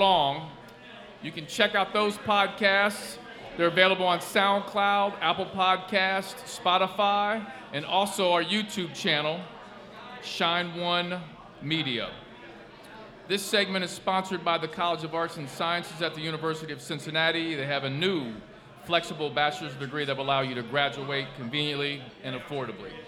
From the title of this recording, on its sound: LIVE at Mio's